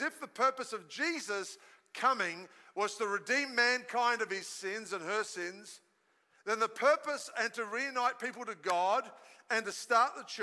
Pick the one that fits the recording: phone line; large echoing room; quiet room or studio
large echoing room